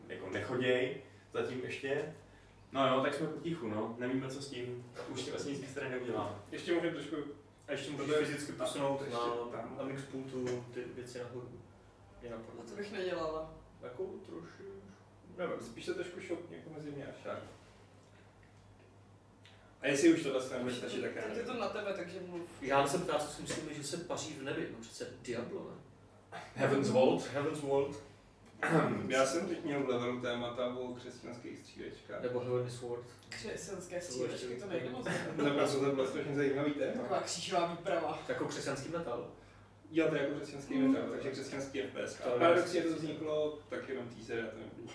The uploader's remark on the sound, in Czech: Omlouváme se za sníženou kvalitu zvuku